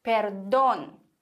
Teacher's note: wir haben hier einen Akzent auf dem O, also müssen wir auch unbedingt diese Silbe betonen